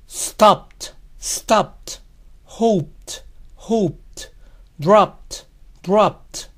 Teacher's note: Lo mismo va a pasar con verbos que terminan en sonido P, como detener, stop, stop, esperar, cuando hablamos de tener esperanzas, hope, hope, dejar caer, drop, drop. En el pasado, la ED va a sonar T.